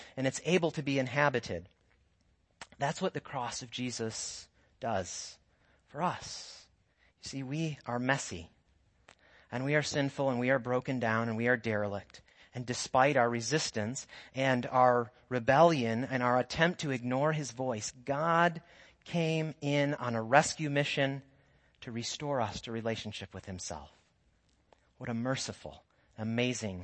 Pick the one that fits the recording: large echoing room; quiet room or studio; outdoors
large echoing room